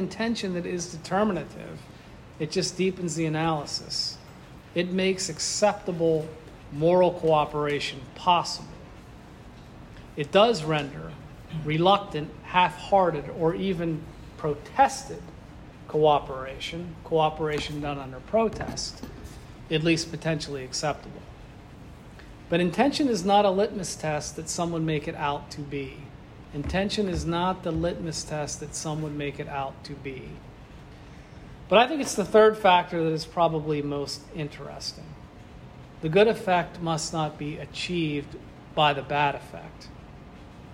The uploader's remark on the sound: This lecture was given on June 16th, 2023, at the NYC Thomistic Institute at the Dominican House of Studies.